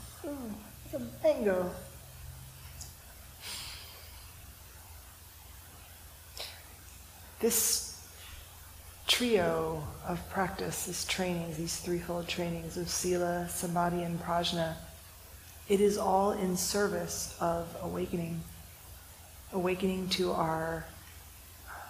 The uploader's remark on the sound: This talk was recorded during the January one-day sitting, held at Unity Church, a neighbor of San Francisco Zen Center’s City Center congregation.